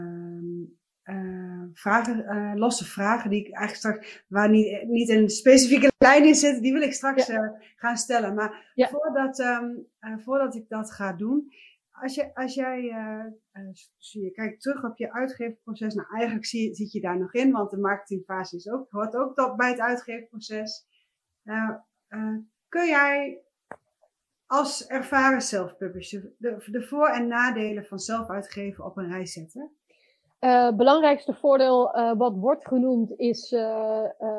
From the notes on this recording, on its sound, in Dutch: de podcast is een opname van een live webinar.